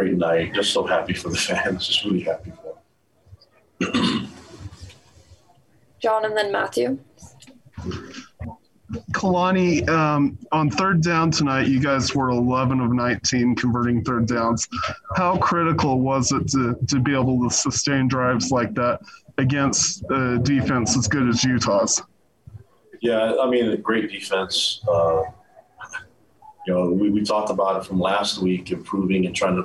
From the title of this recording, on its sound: Postgame Press Conference